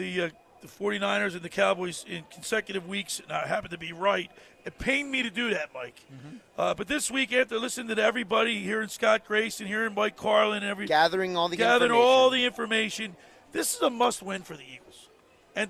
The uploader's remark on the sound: Sunday The Locker Room broadcasts Live from the Tropicana in AC. Broadcast Live from the Caesars Sports Book inside the Tropicana in AC.